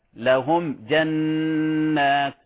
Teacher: الميم مع الجيم كما تعلم إظهار شفوي، إظهار يعني تظهر الميم عند هذا الحرف